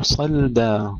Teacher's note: فتركه صلدا، صلدا ترقيق اللام حتى عند ورش لا تفخم لأنها ساكنة، صلدا وليس صلدا، صلدا.